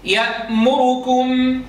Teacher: خطف الضمة ولم نعطيها حقها من الزمن · Term: الاختلاس